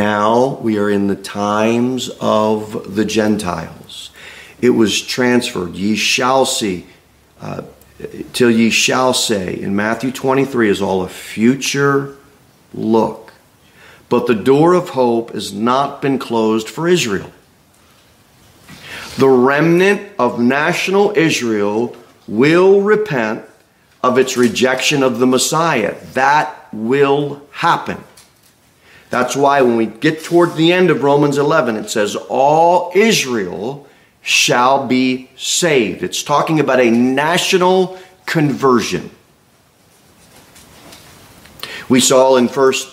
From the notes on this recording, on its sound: Sermon delivered at Pilgrim Baptist Church on Sunday, October 22, 2023, at 11:15 am. Jere Whitson Rd.